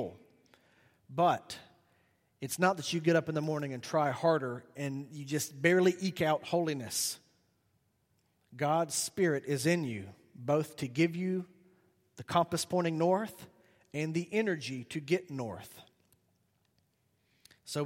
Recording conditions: large echoing room